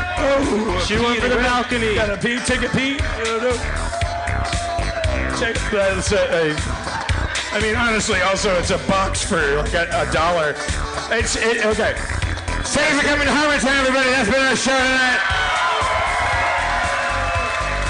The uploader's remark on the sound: LIVE at San Francisco Sketchfest 2016!